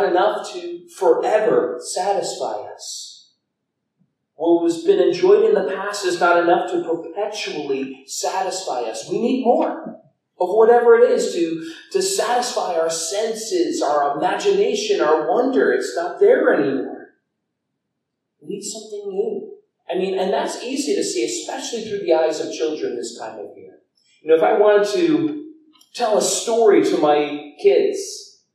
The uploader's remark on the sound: Due to a technical error the audio was recorded through the camera itself and not our soundboard, resulting in a lower quality audio than we prefer to put out.